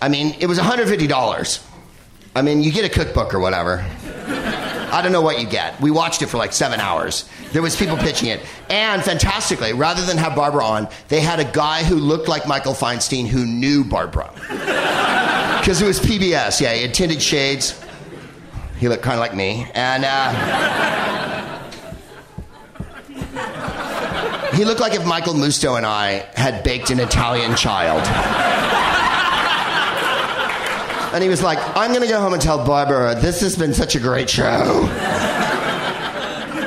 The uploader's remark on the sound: Live from The Bell House in Brooklyn, NY